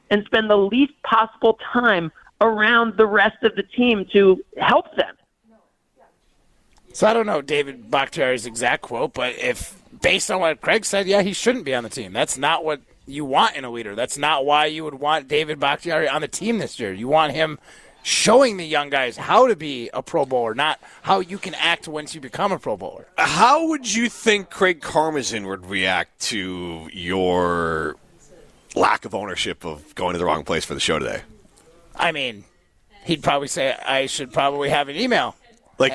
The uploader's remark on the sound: live at Maple Bluff Country Club